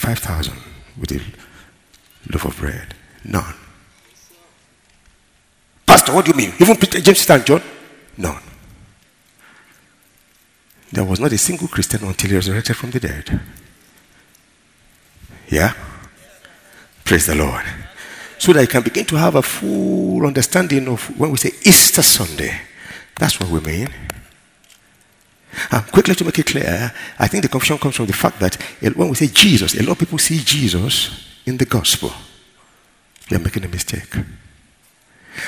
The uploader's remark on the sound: ministering during Word Explosion Conference on 21-04-2019 (Easter Sunday)